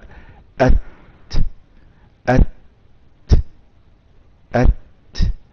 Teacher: التاء مهموسة، يعني يصنعها الهواء، آلتها الهواء، أت أت أت، الصوت اللي في الأول هو أ ده · الصوت اللي في الأول هو أ ده صوت الهمزة مجهورة